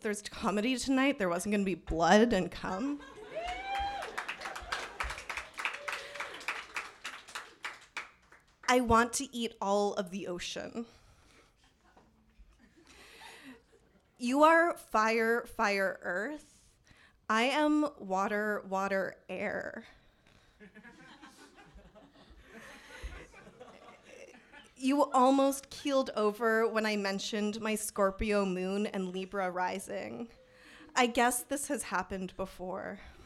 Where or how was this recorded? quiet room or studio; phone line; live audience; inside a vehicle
live audience